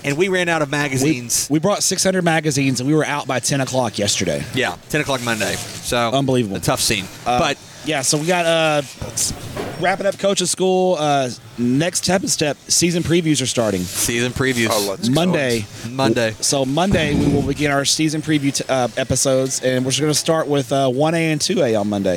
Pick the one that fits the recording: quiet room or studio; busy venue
busy venue